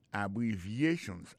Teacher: Abbreviations, accent tonique là, tombé sous troisième syllabe là. Nan mot ça gain quatre syllabes, c'est a bon syllabe, bri c'est deuxième syllabe là, vie c'est troisième syllabe là.